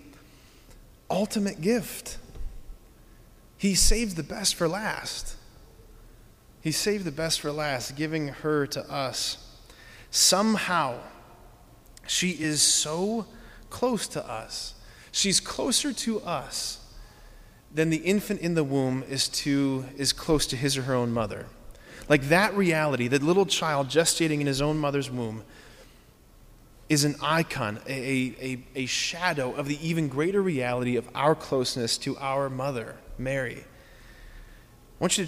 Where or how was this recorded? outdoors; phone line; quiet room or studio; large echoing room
large echoing room